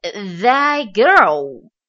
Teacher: that 它是以爆破音 t 结尾， girl 它又是以爆破音 g 开头，那么前面的这一个爆破音 t 则失去爆破